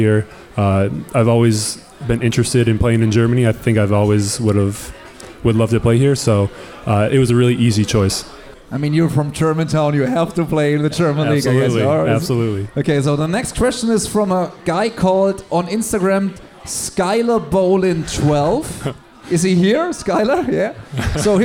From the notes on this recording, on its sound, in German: LIVE aus dem Kullman's Grill & Diner am 22.10.2019!